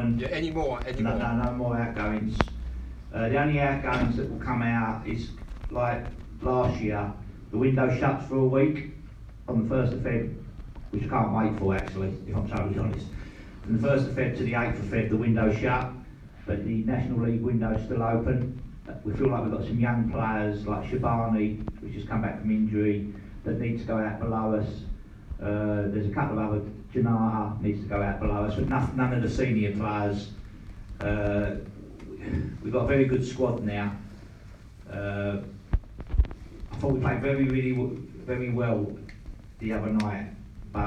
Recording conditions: live audience